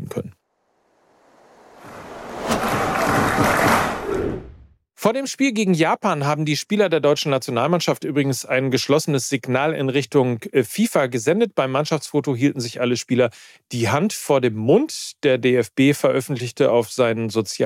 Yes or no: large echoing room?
no